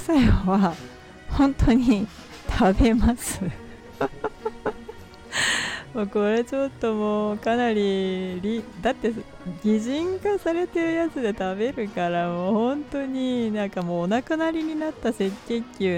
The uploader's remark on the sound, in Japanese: 外での収録少しマイクが近くてうるさくてすみません